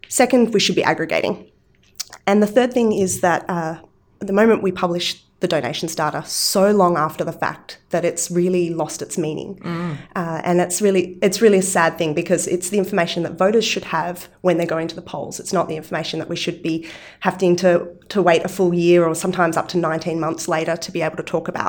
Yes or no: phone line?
no